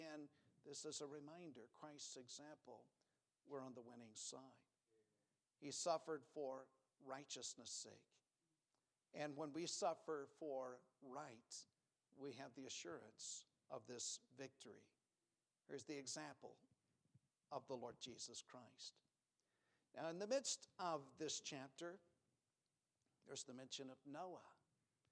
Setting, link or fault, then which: setting, large echoing room